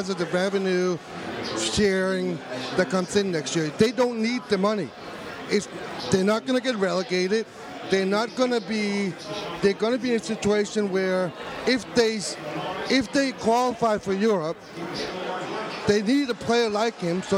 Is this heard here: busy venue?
yes